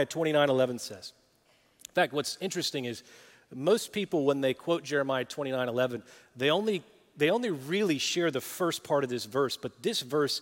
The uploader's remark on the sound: Recorded live at Brookwood Church.